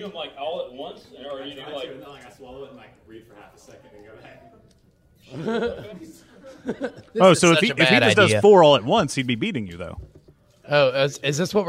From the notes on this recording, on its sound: LIVE from Mobicon 2016. We had a blast at Mobicon over the weekend, during which we were able to perform live in front of a great crowd! We want to give a special thank you to Mobicon and The Mopcast Network for making this live episode possible!